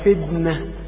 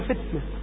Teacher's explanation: أن الحرف عندما أقول فتنة تقول إيتي بالهمس، أقول لك إنما جئت به، ولو لم آت بالهمس أقول أتيت بالجهر فأقول نطقتها دال · Shown in: first take